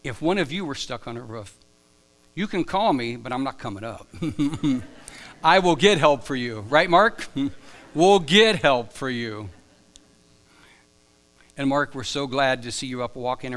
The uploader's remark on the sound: Live from The Summit Church in Dover, OH